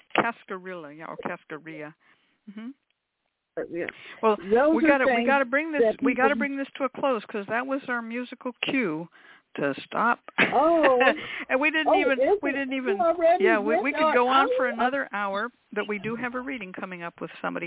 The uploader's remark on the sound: Is a real, live call-in show.